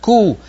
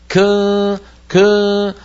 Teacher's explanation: ضم الشفتين عند الكاف المضمومة · Shown in: first take